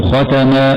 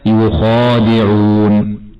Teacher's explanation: الخاء من الحروف السبعة المفخمة دائما، وتخرج من أدنى الحلق